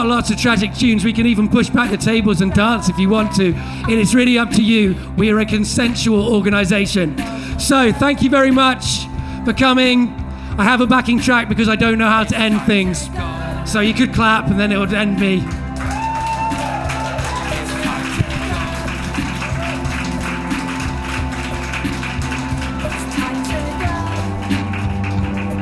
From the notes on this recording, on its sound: This week's episode is the third act of our Tragic Spring live show which took place at the Hackney Attic on April 25th.